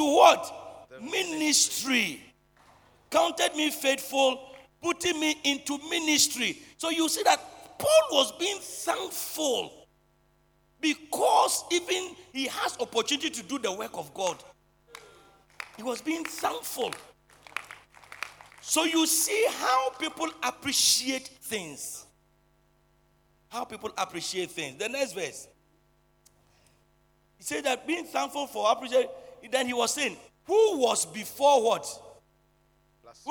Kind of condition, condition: setting, large echoing room